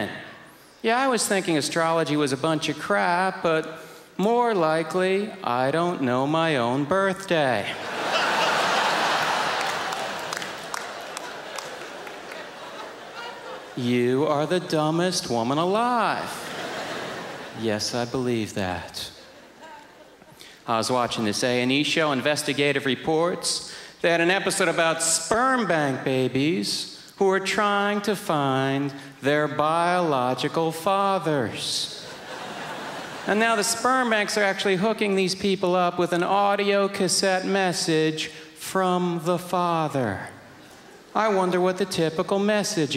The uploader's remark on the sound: brings his dry, piercing wit to the 2003 Just for Laughs Festival in Montreal